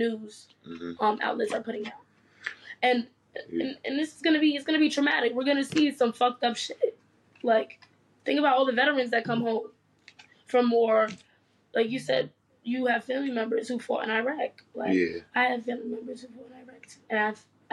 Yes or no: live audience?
no